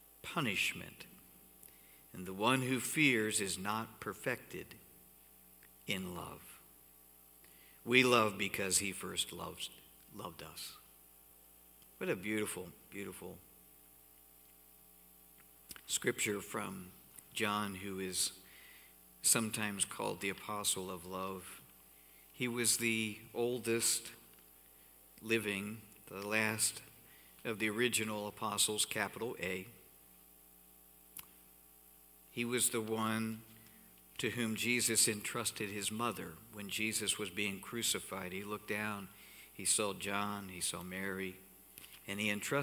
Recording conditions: large echoing room